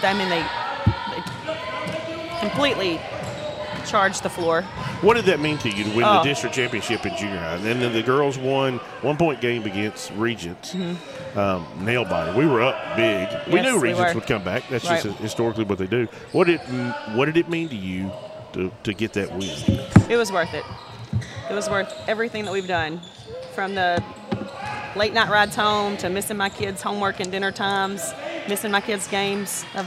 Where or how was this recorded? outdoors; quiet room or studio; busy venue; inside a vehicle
busy venue